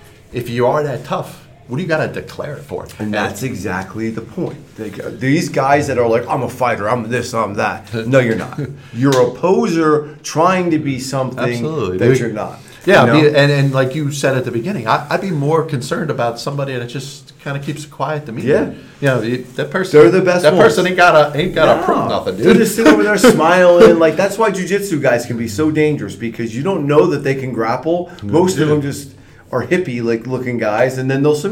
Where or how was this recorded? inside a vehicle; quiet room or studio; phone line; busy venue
busy venue